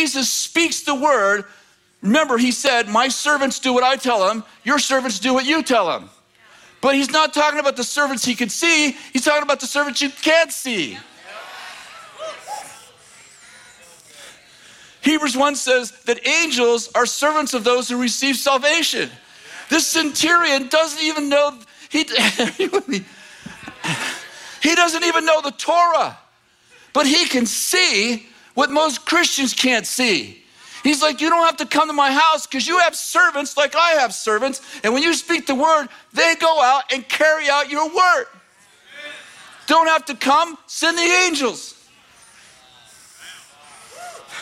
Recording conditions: large echoing room